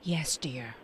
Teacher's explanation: 用了一个非常低沉啊，然后无奈服从的那种声音，沮丧的一个就 Yesdear，对，而且是那种 Yesdear，巨温柔啊，Perfect，巨无奈，就是巨服从的 Well done Yesdear。嗯，但是我觉得这段真的演得很好，台词也写得很妙的，perfect 啊，真的是完美，好完美。好，Ross 这时候说话了啊，他就完全忽略这事儿，他就说，I can't believe you guys are